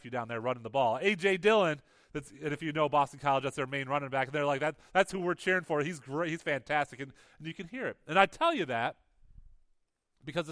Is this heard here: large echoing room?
yes